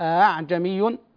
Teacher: الهمزة تسهل بينها وبين الألف إذا كانت مفتوحة · Term: الهمزة المسهلة